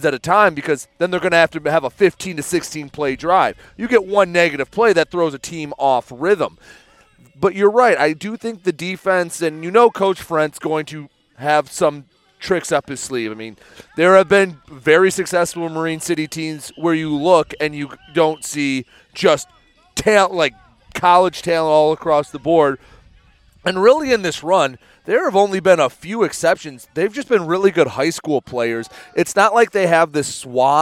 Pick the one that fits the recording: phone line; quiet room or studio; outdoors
outdoors